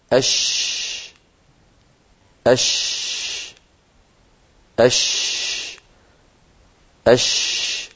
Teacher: فهكذا نجد بأن منشأ صوت الشين من وسط اللسان · Term: التفشي